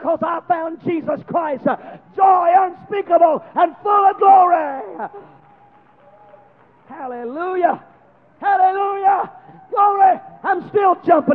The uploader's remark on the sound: preaches a conference in Baton Rouge, LA